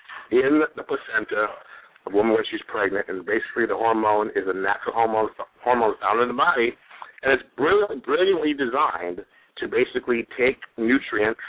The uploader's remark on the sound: have a live Q and A call